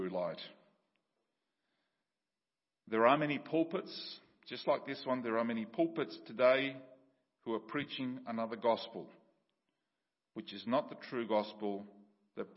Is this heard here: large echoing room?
yes